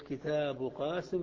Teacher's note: نحو كتاب قاسم، كتاب قاسم، كلمة كتاب الألف تجوز إمالتها لأنها مسبوقة بكسرة، كتاب كتاب، ثم قلت قاسم فجاء حرف الاستعلاء في الكلمة التالية فمنع الإمالة، فتقول كتاب قاسم بلا إمالة